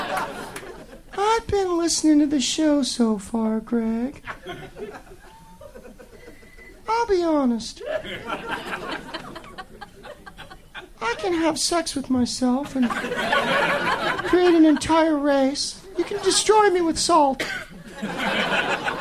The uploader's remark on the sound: Live from the Punchline in San Francisco.